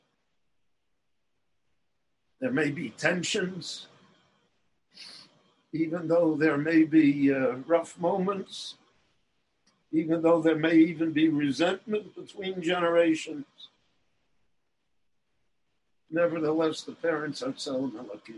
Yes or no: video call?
yes